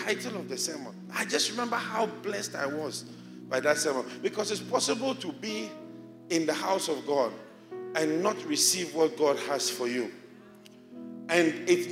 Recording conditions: large echoing room